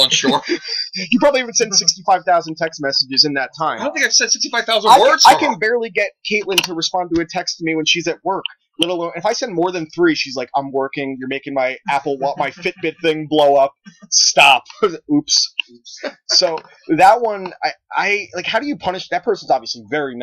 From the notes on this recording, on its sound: audio issues plagued this episode so we salvaged the best we can